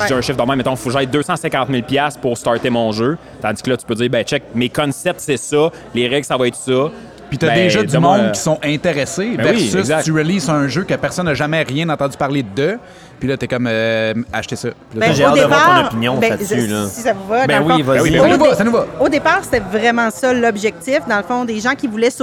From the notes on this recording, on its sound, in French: Enregistré au bar ludique "Le Premier Joueur". Nous concluons la saison 1 avec un épisode devant publique.